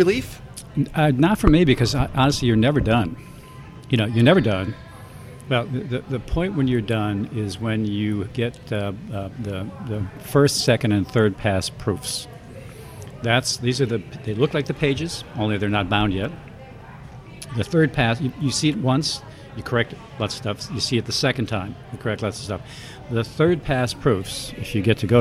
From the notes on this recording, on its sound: recorded at Legends in NYC